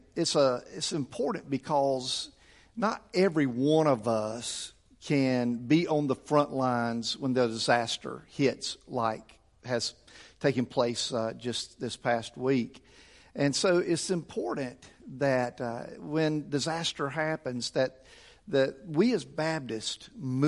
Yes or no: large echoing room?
yes